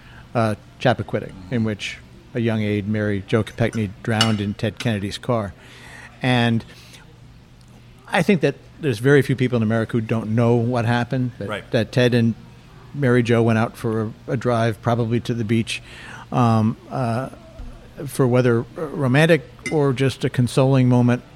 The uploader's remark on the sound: We're at Ris in Washington's West End.